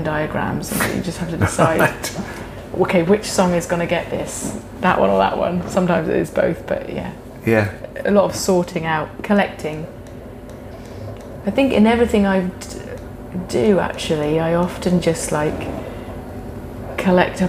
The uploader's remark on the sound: This conversation was recorded at Clwb Ifor Bach in Cardiff